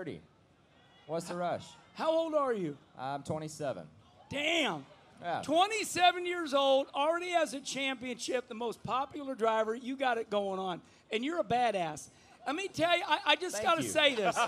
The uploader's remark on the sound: At Trackside Live at Bristol Motor Speedway